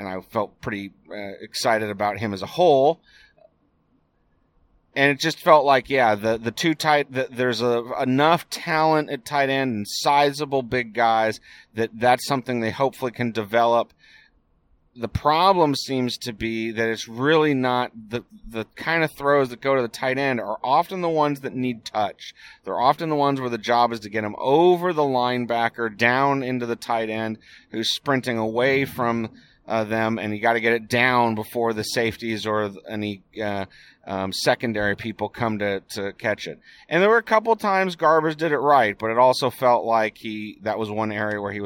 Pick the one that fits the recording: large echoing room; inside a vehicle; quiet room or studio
inside a vehicle